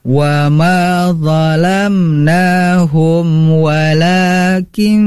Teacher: Nah, tadi zalamnya itu sudah bagus, tapi zalamnahum. Nah, ini adalah izhar syafawi. Artinya dijelaskan saja bacaan atau huruf mim sukunnya, wa ma zalamnahum walakin.